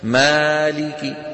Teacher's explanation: بدنا كاف مكسورة كسرتها ايه خافتة · Term: الروم